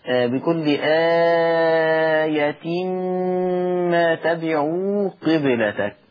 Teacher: فخلي بالك من غنة الميم زمن الغنة الحركتين